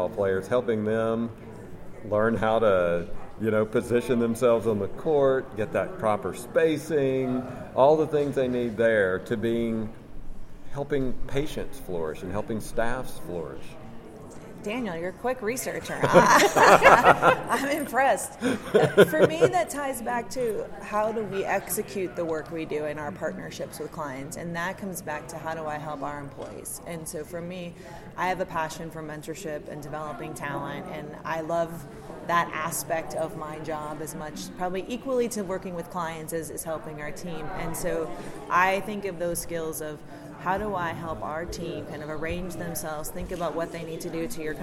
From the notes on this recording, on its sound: Live from Boston. This week we're in Boston at the MGMA Medical Practice Excellence Leaders Conference.